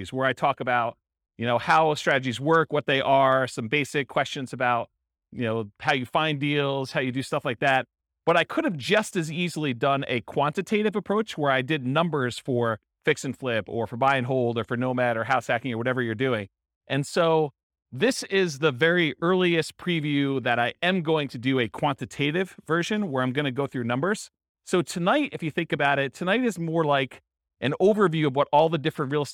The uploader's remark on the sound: This was a live class recorded